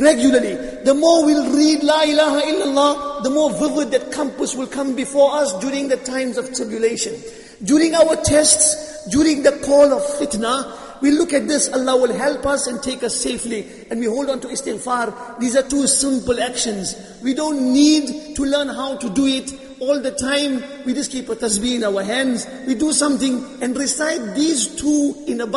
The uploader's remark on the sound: Jumuah lecture at Masjid ut Taqwa